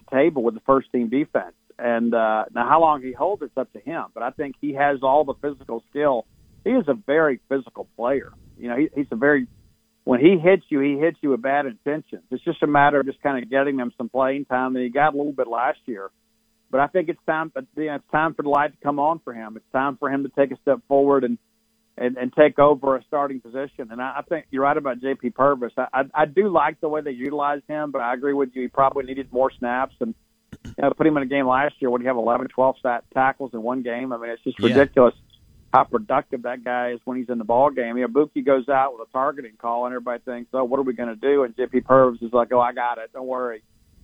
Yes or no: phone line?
yes